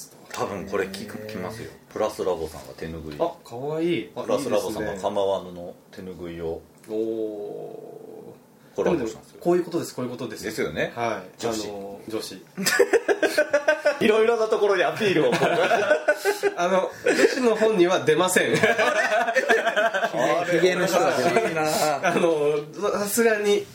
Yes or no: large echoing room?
no